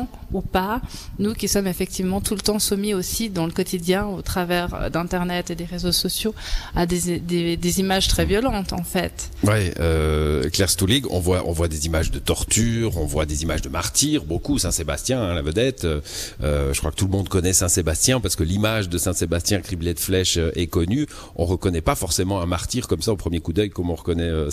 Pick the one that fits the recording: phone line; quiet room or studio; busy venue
busy venue